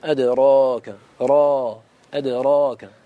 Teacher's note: فالفتح هنا هو فتح الفم، والفتح أي فتح الفم ونطق بالحرف مفخما مفتوحا